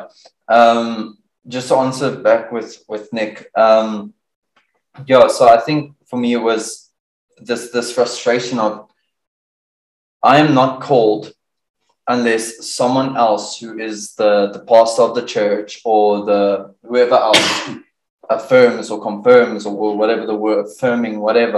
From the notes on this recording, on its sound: We apologise for the sound quality and are working hard to improve.